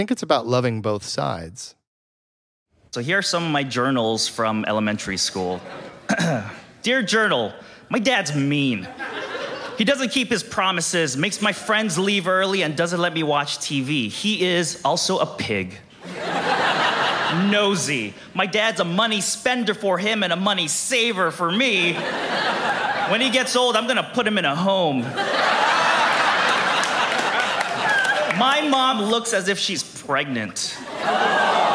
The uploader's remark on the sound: Live On Stage